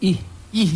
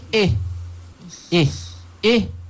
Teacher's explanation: I jumpa H bunyi ih. Maksudnya, dia tak bunyi eh. Eh. Eh.